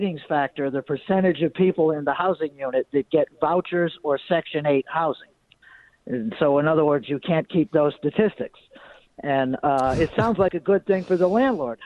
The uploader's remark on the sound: We take phone calls